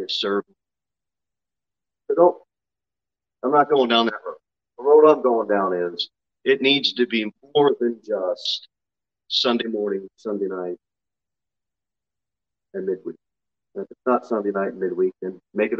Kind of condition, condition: setting, large echoing room